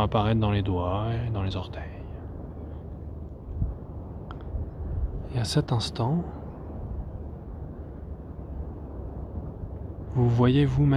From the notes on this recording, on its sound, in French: Séance d'hypnose de 28minutes enregistrée en pleine nature sur une plage isolée.